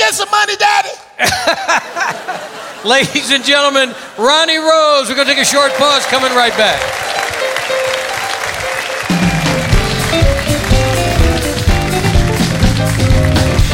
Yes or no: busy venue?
yes